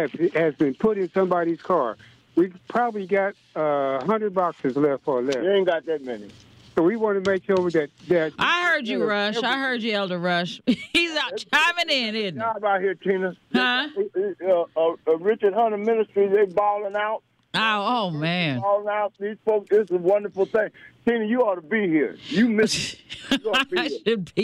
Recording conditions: phone line